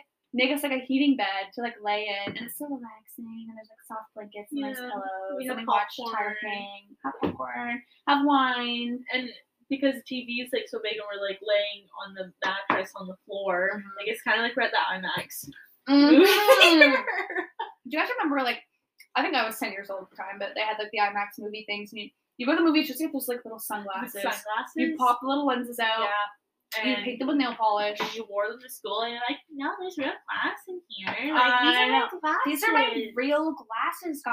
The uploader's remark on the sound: We apologize about the audio not sounding very good, its like we don't know what we are doing or something lol.